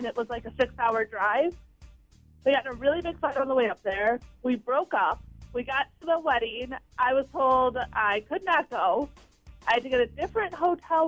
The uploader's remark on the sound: People call